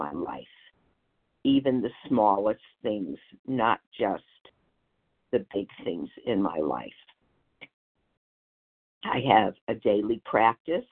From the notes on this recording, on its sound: 100 Pounders Phone Meeting, 4/30/23